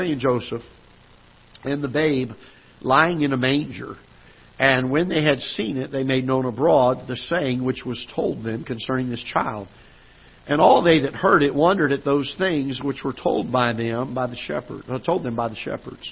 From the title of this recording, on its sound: Ketha Heights Baptist Church ~ Live Broadcast